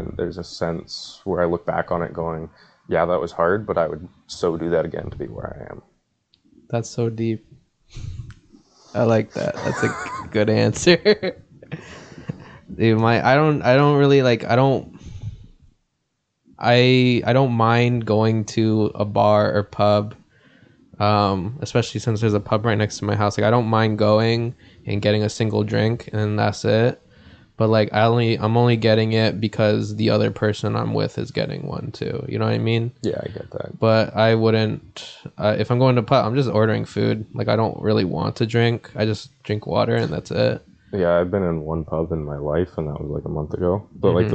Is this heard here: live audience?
no